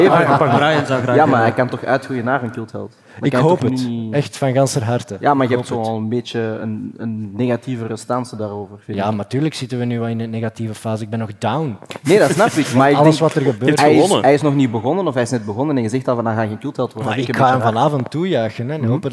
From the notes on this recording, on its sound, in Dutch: Live op DS Podcastfestival. Live-opname met publiek.